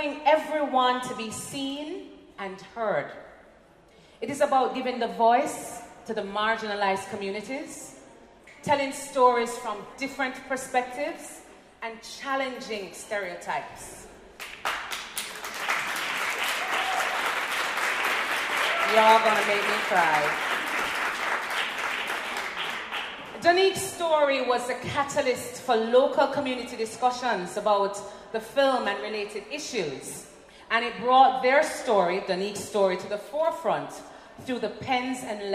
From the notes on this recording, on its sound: This podcast section was recorded live at WIFT International's Future of Storytelling event.